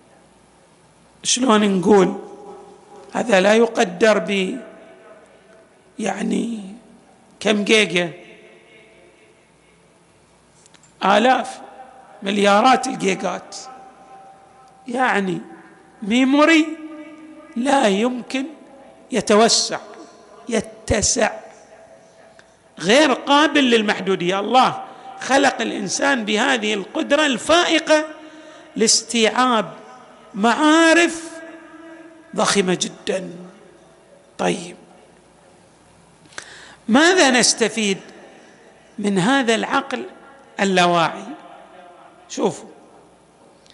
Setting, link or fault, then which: setting, large echoing room